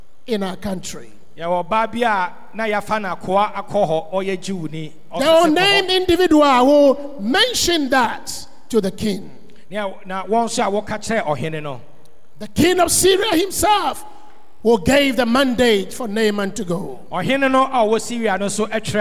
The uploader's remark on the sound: Sermon preached at CBC Shiashie Campus